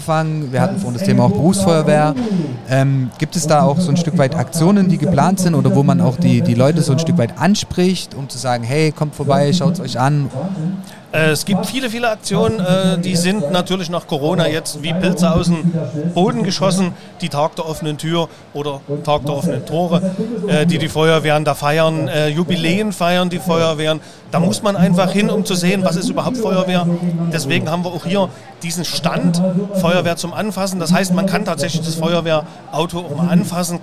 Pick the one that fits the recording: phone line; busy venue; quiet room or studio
busy venue